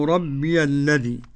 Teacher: ربي الذي بإسكان الياء للإمام حمزة